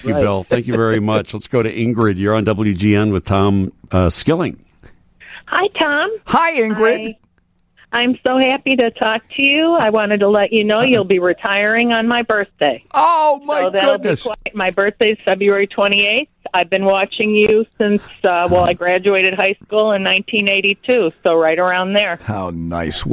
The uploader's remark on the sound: listeners call